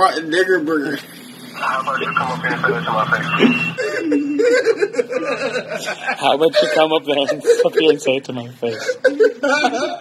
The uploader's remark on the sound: phone call interview